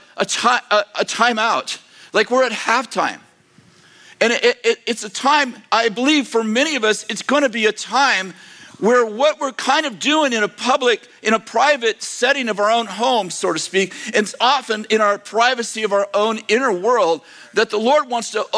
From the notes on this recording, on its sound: delivered on December 17th, 2023, at Bethel Church in Redding, CA